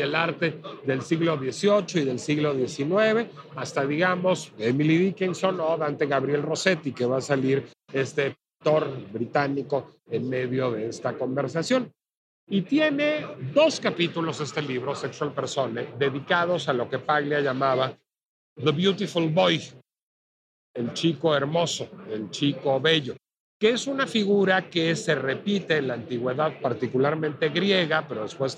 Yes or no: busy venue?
yes